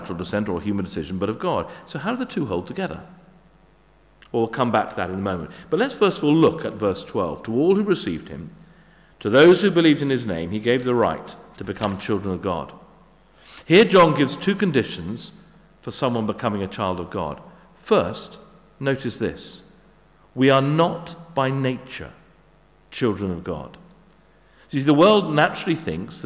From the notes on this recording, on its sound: Sermon at St David's Moreton in Marsh